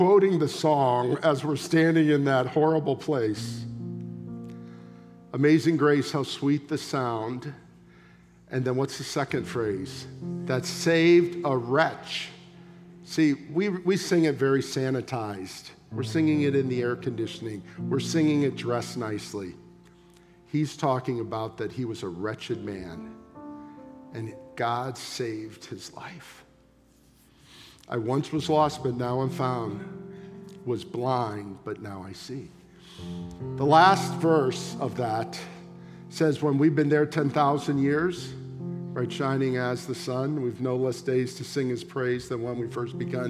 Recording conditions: large echoing room